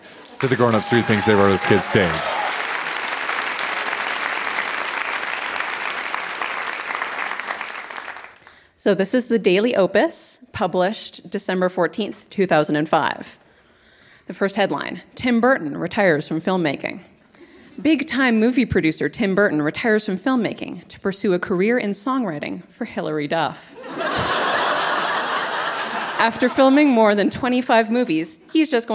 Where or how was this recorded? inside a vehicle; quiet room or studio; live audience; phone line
live audience